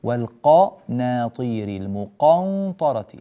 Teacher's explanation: القاف أعطيها قدرها من التفخيم من أولها إلى آخرها، الحرف المفخم إذا جاء بعده مفخم فخم الجميع.